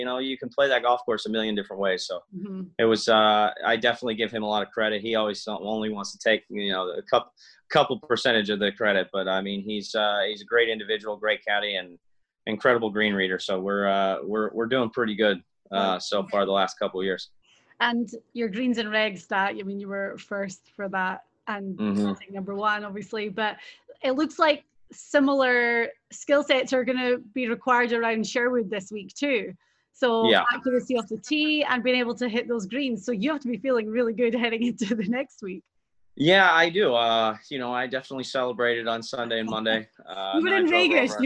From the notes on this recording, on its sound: The Zoom-video of the interview is here.